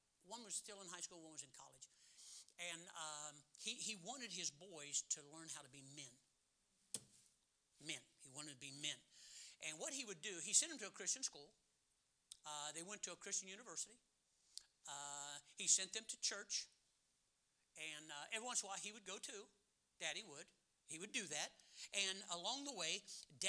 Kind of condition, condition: setting, large echoing room